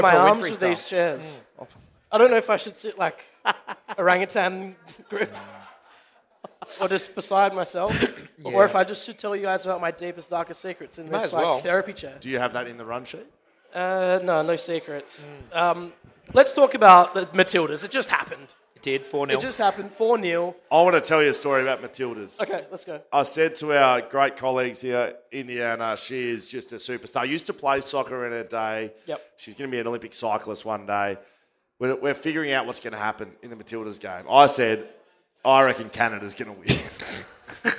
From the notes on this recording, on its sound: Live at the Paddo. The first ever live BackChat Podcast - doing all the same same, but in front of thousands and thousands.